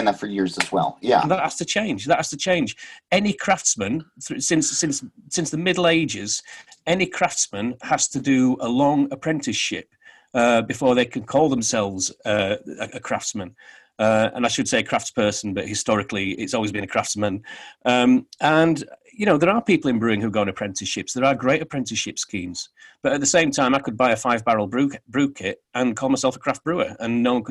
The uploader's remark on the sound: Joined the show via Zoom. From London.